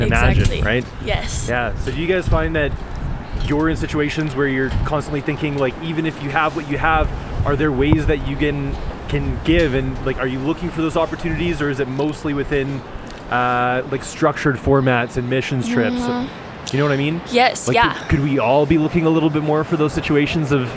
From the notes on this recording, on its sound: Traveling west of Denver to a small town at the edge of the Rockies (you guessed it, Boulder). He sets up microphones in the streets and talks with random people about what's happening for them in life.